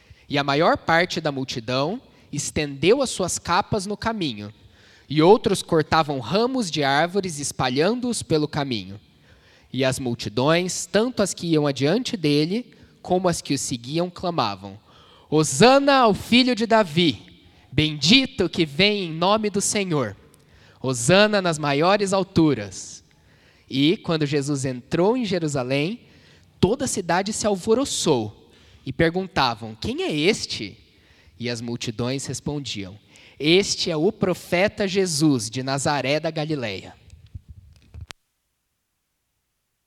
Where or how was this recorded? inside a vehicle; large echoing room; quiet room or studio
large echoing room